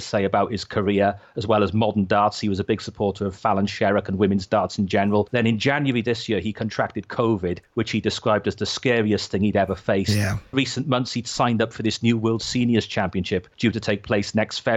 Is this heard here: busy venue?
no